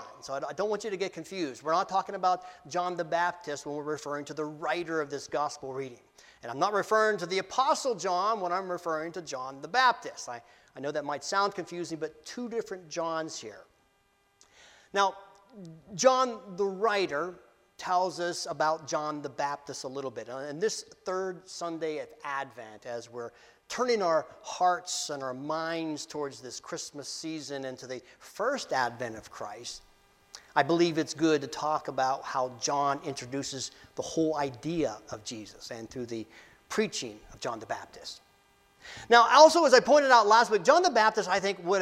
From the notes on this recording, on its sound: Preached Dec 17, 2023 at Amity UCC in Meyersdale, PA.